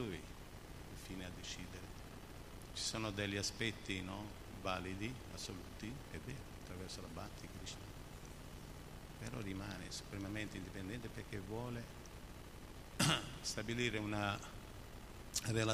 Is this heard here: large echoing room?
yes